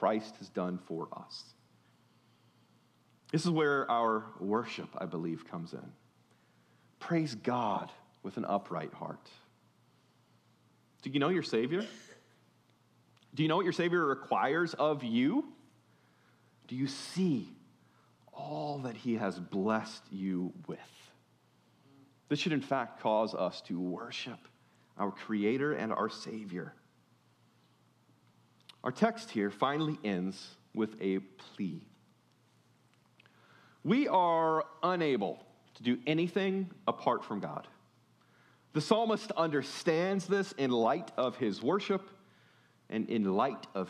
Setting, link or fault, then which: setting, large echoing room